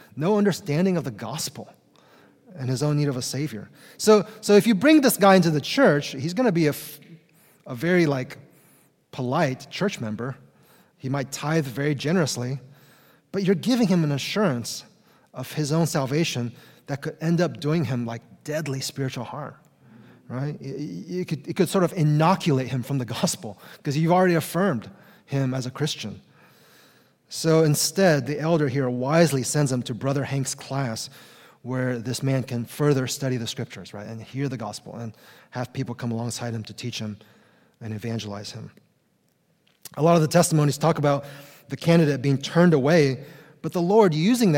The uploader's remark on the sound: Conference Session!